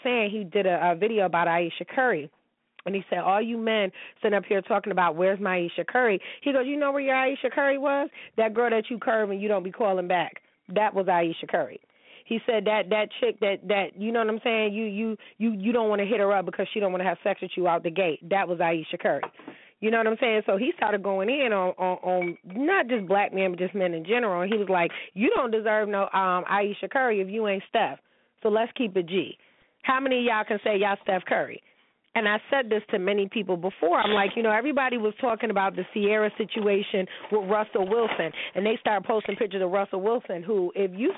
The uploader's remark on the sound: He is going to be calling in from Houston to tell me whats been going on.